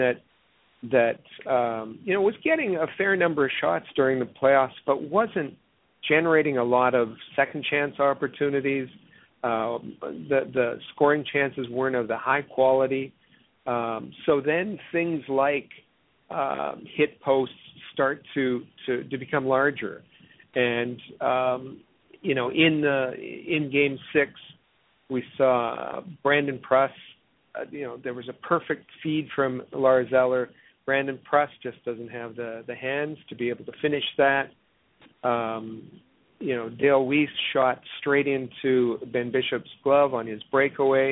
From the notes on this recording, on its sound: We take your phone calls.